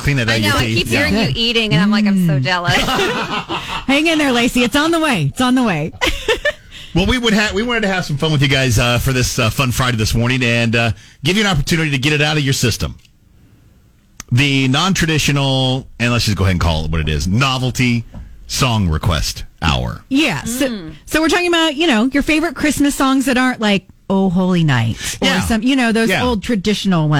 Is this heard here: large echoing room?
no